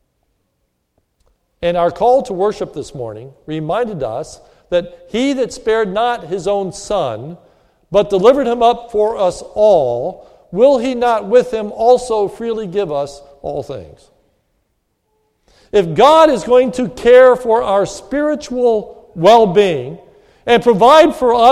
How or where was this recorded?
large echoing room